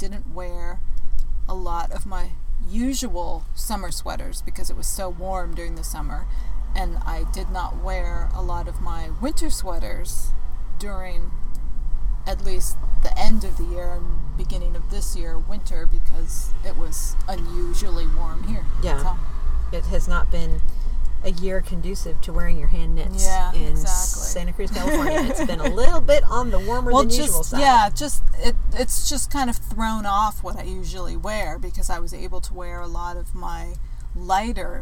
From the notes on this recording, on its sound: we record on West Cliff Drive in Santa Cruz